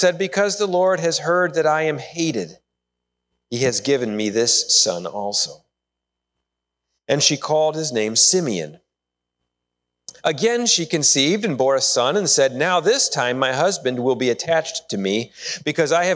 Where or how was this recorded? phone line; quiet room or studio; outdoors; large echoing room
large echoing room